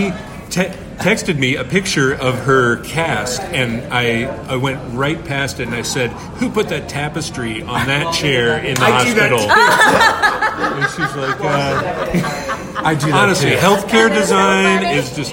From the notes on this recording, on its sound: LIVE from the Columbus Museum of Art. Columbus Museum Of Art Live.